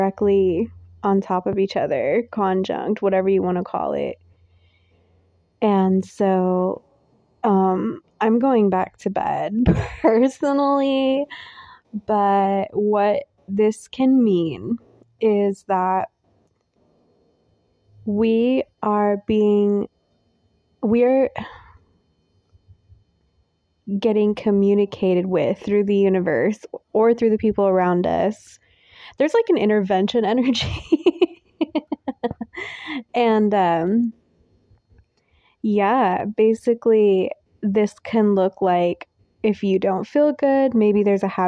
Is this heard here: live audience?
no